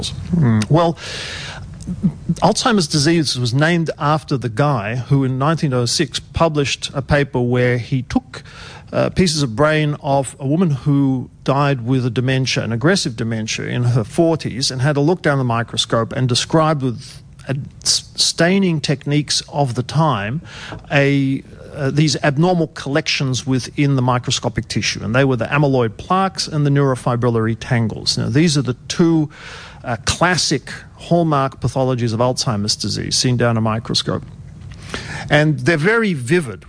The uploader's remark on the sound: Is in the performance space with a live audience to celebrate 3RRR April Amnesty.